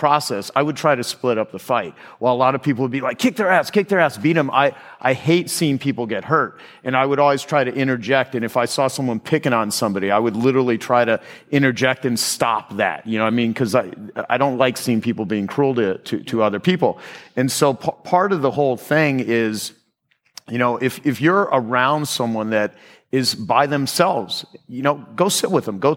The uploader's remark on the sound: At the 2018 Genius Network Annual Event.